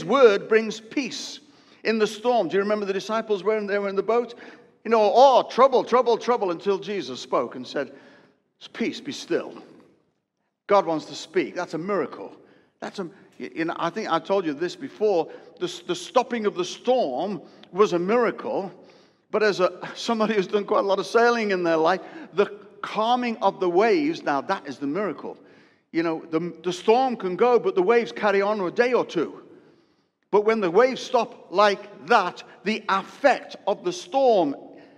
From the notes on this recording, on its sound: preached a sermon live at Destiny Church, Wakefield, UK (WF1 4AF) during the first service